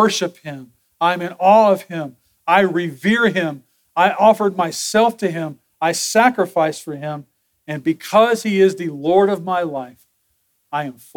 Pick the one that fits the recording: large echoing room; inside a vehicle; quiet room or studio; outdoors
large echoing room